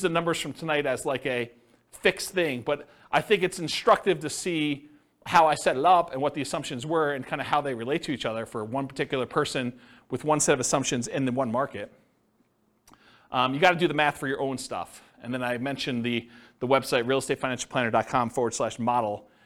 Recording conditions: live audience